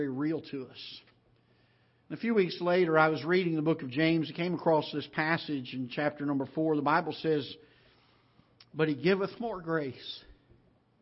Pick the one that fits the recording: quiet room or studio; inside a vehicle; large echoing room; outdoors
large echoing room